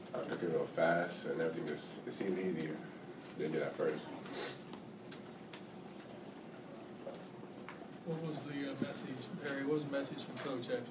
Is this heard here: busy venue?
yes